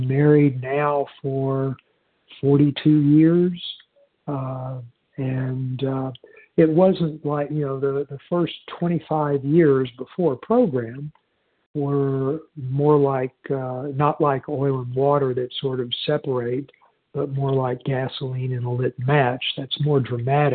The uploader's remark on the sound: 100 Pounders Phone Meeting.